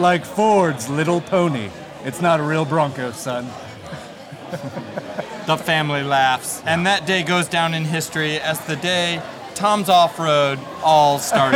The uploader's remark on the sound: This episode of the Broncast was recorded during the 2023 Gala event at their new amazing sales showroom and 70,000 square foot parts warehouse in Medford, Oregon.